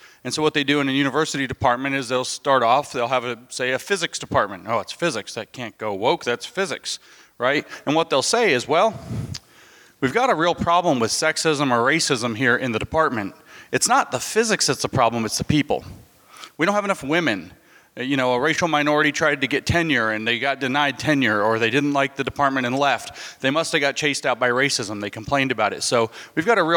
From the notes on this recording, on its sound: At the "With Liberty and Justice for All" conference in Clearwater, FL, a thought-provoking panel took place.